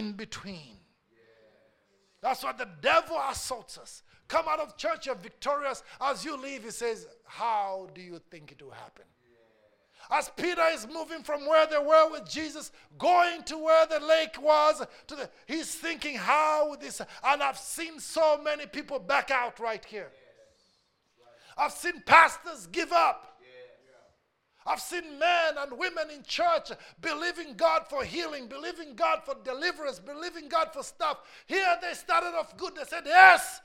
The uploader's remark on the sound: A message preached during our Tuesday service